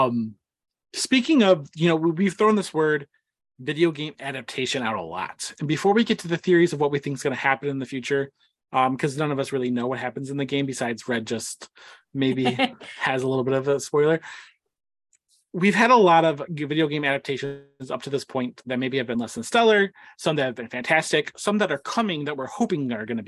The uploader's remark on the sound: That includes us here at The Cosmic Circus, so of course we had to jump on Zoom for The Last of Us discussion podcast, capping the end of an excellent season.